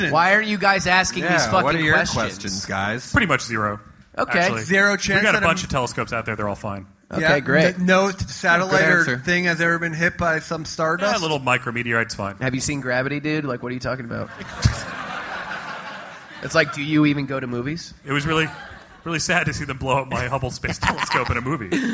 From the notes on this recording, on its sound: Live at SXSW. Live from Austin, Texas.